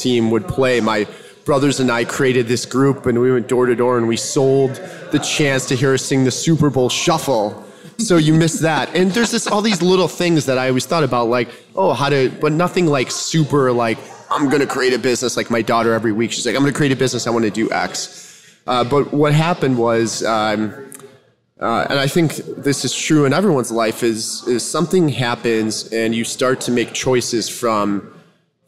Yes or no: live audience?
yes